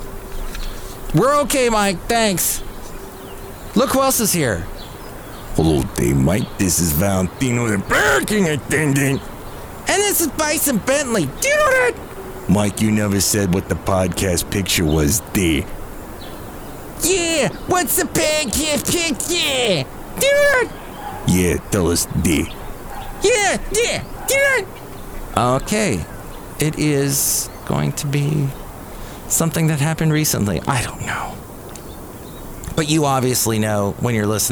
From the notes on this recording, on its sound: podcasts live from Café Anyway